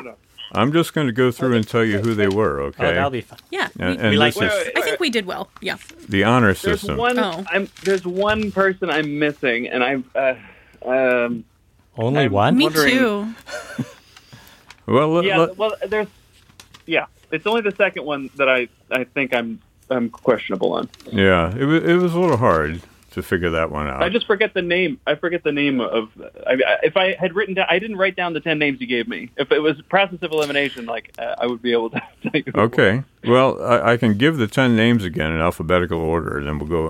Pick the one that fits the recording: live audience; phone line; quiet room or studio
phone line